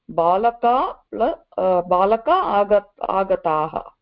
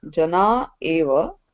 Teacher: Visarga preceded by akara and followed by either a vowel or a soft consonant, mridu vyanjanam elides. Balakaha plus agataha is equal to balaka agataha.